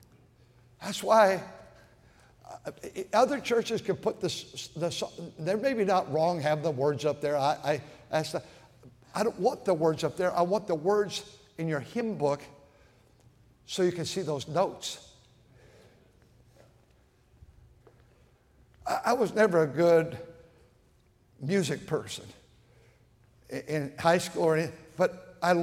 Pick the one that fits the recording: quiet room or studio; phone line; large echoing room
large echoing room